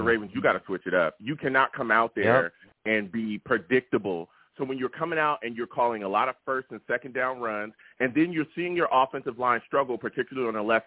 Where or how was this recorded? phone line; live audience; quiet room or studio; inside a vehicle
phone line